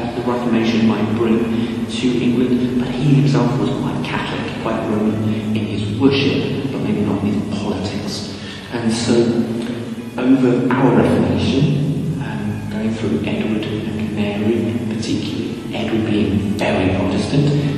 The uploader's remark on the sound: At Bradford Cathedral, in an interview recorded in their Peace Chapel (there will be echoes). We can also hear some of the music from a Cathedral service. Actually we recorded it in the Chapel to the Holy Spirit ~ there is no Peace Chapel there, my mistake!